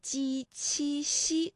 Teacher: 舌面的前部和硬腭的前部接触或者是接近构成了阻碍啊。那比如说呢，我们可以这么来理解，就是我们的气流呢从后面往前发的时候啊，这个硬腭前部和舌面前部构成了一个阻塞，然后呢这个慢慢的这个阻塞又离开了，气流呢就从窄缝当中挤出来，那摩擦成声，声带呢是不颤动的。其实我们读这个鸡七夕的时候呢也不是完全的一样哈，比如说大家读